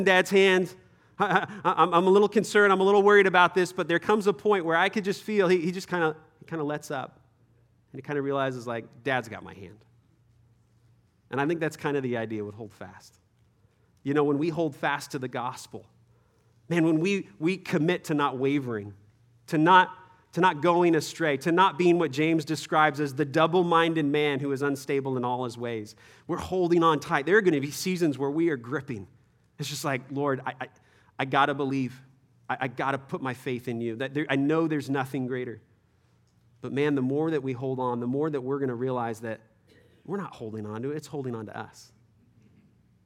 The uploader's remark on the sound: Third session at our 2023 Men’s Conference